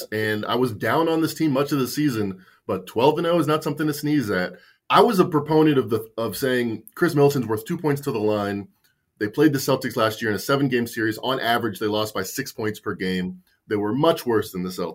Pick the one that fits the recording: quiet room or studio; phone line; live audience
quiet room or studio